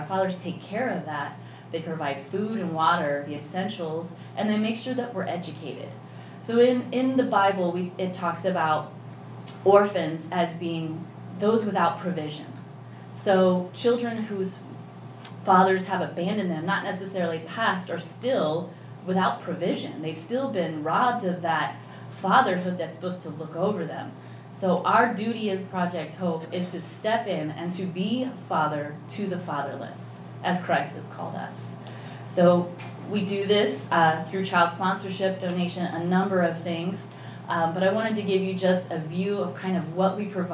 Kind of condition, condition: setting, large echoing room